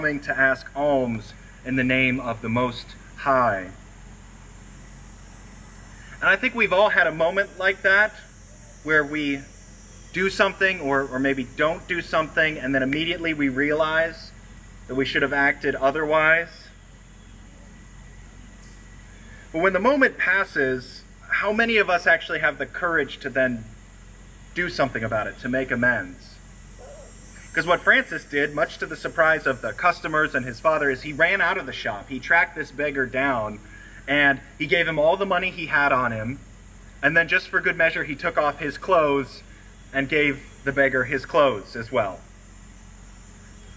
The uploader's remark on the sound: Recorded on Sunday, August 28, at a special outdoor service with a "Blessing of the Animals."